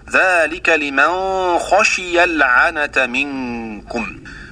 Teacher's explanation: أخفى النون الساكنة عند الخاء مع الغنة والباقون بإظهارها هكذا: ذلك لمن خشي العنة منكم. · Term: إخفاء